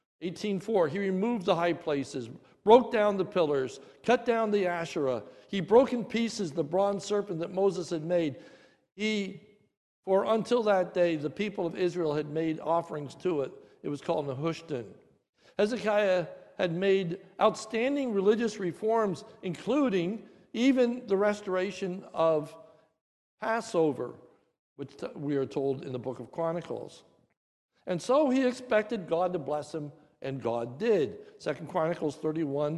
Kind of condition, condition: setting, large echoing room